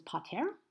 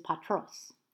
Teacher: So you've lost that vowel, you've lost that eta vowel that was part of the stem when you move on to the genitive. · Shown in: second take · That's, again, the syncopation I was talking about.